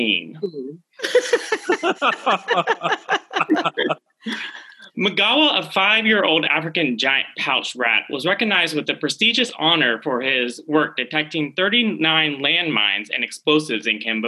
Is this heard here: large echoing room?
no